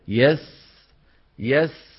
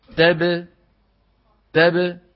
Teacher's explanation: لاحظ السين رخوة، الباء شديدة